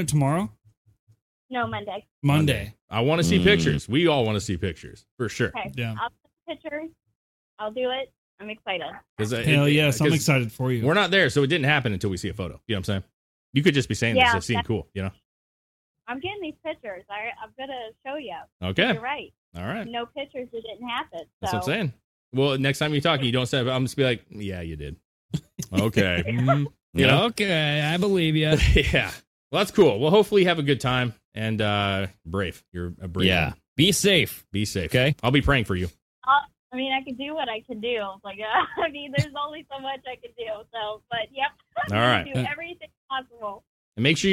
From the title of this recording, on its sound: Call In Show